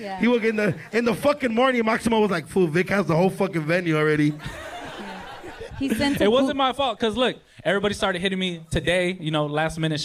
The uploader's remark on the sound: Our 1st LIVE SHOW. We had a hell of a live show in Los Angeles. Definitely clown each other and the crowd.